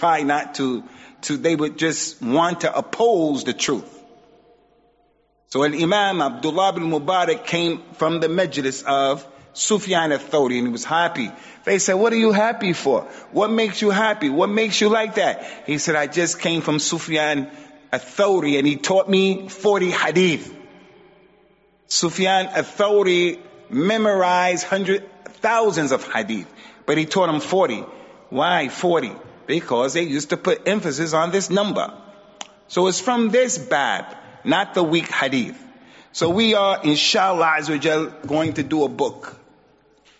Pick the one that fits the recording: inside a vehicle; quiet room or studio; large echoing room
large echoing room